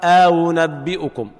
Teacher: يقرأ أأنبئكم بتسهيل همزة بينها وبين الواو